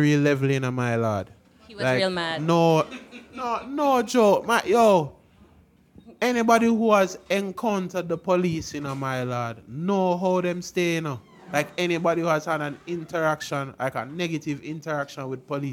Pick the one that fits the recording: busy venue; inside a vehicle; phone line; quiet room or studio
busy venue